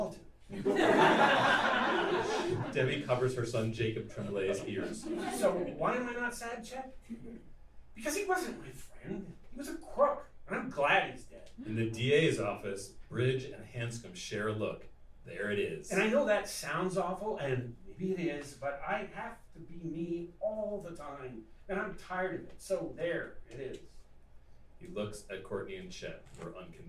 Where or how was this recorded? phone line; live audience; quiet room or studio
live audience